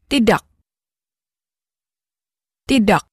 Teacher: The K at the end of a word is often pronounced with what's called a glottal stop. · Listen again and notice how the K stops short.